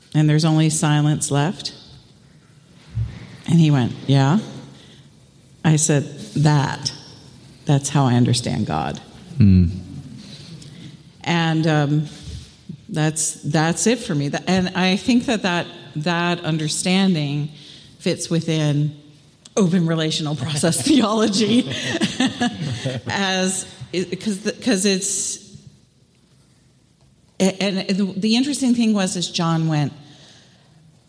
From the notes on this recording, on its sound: live at 2022 Theology Beer Camp